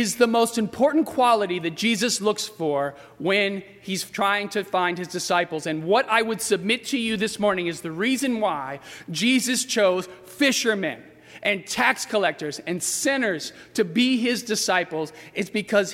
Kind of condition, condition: setting, large echoing room